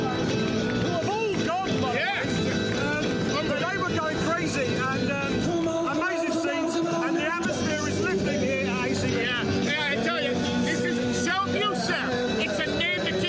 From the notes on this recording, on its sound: live reaction from cageside at the SSE Hydro